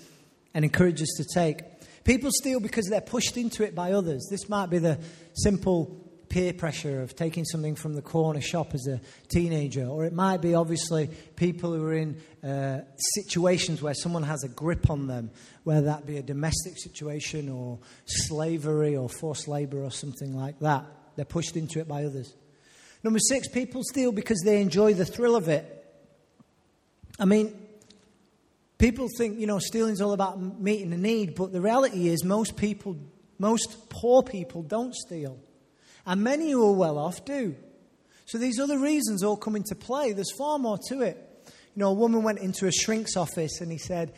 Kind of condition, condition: setting, live audience